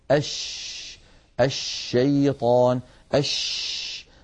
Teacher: انتشار لصوت الشين في أرجاء الفم ويتابع خروجه خارج الفم · Term: التفشي